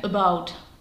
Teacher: To znamená, že samostatně se nám v mozku odehraje takový proces, při kterém si řekneme, první slabika není ve stresu, to znamená, že není třeba dávat nějaký důraz na tu samohlásku, tak tam fláknu schwa. Takže vznikne about.